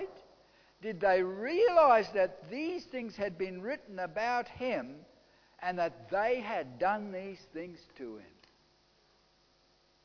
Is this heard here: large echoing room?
yes